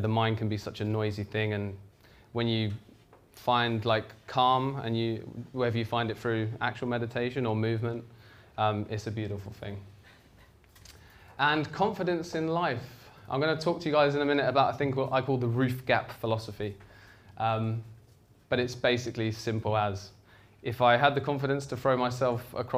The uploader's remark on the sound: This talk is from the Vevolution archives and was recorded at Vevolution Topics: Health and Wellbeing in 2017.